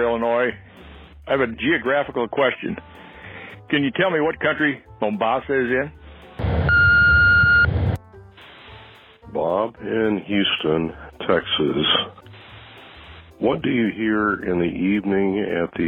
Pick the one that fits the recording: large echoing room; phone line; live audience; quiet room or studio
phone line